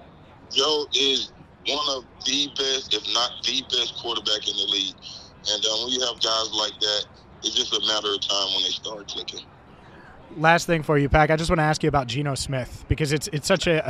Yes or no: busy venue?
yes